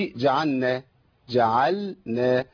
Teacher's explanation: فبنقولش جعلنا، جعلنا، يبقى لابد من اظهار اللام عند النون